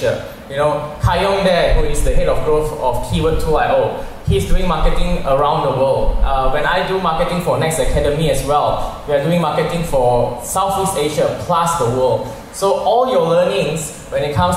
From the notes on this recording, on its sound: Here is a recording of my interview session at weGrowth Marketers meetup.